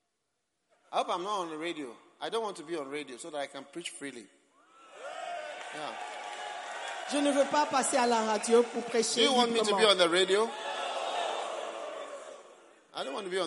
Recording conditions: live audience